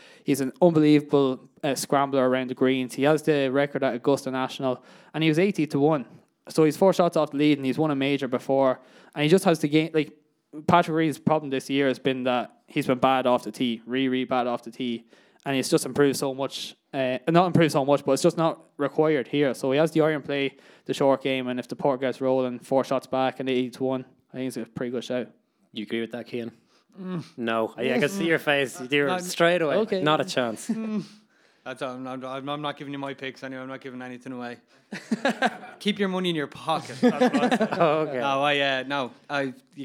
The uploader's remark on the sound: For the Bogey Men Live Show with Movember, presented by Forefront Sports. To chat about the day at Moyvalley Hotel and Golf Resort.